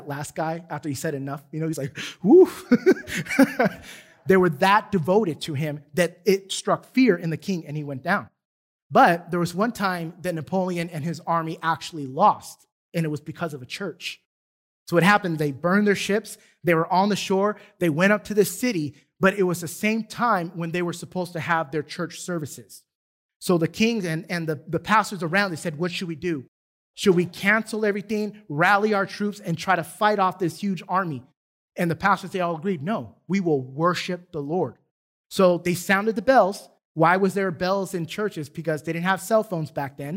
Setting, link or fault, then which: setting, large echoing room